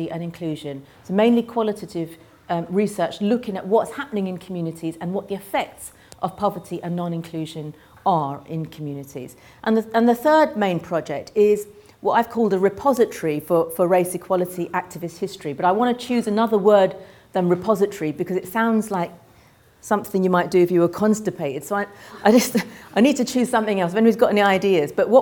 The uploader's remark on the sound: Keynote speech of the launch of the University of Oxford Race Equality Network